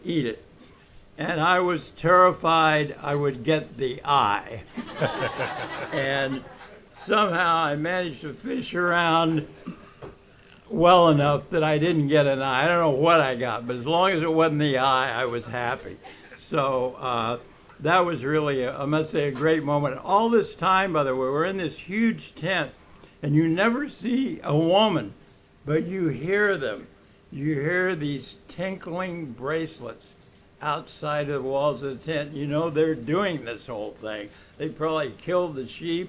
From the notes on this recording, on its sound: Recorded live at the legendary Red Key Tavern, September 19, 2016